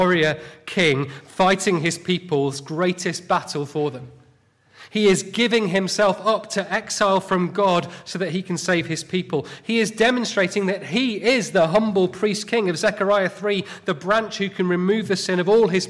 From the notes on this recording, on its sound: Sunday morning sermon